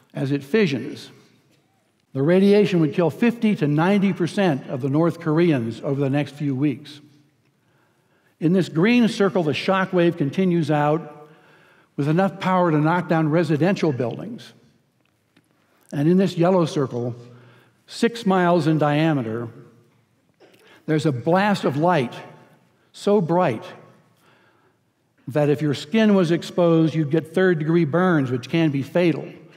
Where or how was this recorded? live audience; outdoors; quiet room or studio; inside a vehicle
live audience